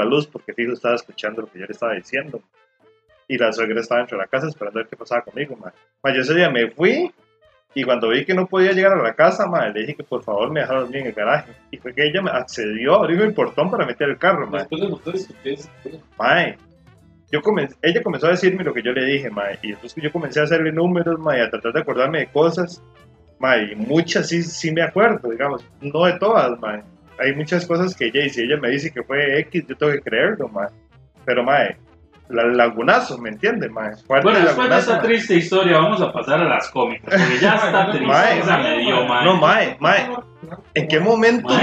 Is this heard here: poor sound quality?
yes